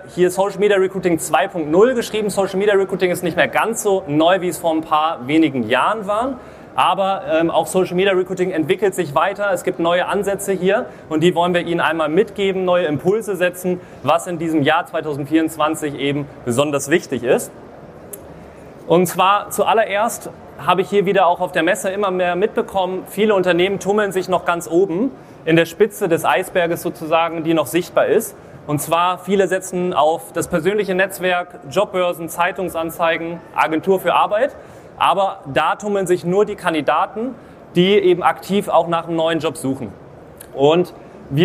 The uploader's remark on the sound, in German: Live Vortrag von der Nortec Messe 2024. In diesem Live Vortrag auf der Nortec Messe in Hamburg.